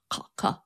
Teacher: Throw it farther in the back. It is closer to our Q sound, like the deepest you can make that K